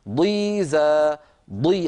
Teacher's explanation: الضاد المكسورة أيضا فيها استطالة ولكنها سريعة